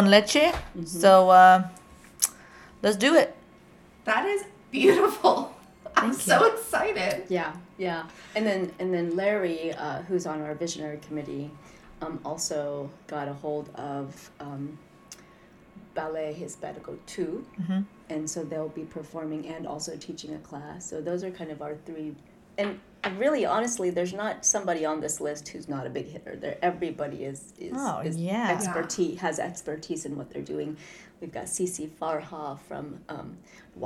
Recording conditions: sounds in the background